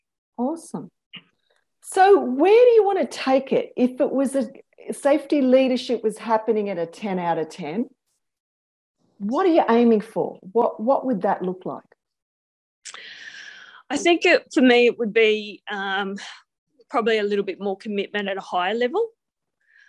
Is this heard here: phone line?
no